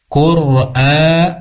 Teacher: ini ada mad badal, dipanjangkan dua harakat